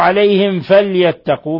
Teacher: ميم ساكنة جاء بعدها الفاء إظهار شفوي، بل هو من أشد حالات الإظهار الشفوي.